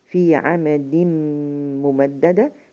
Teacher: ميم مع ميم مشددة ميم مشددة بديها زمن غن حركتين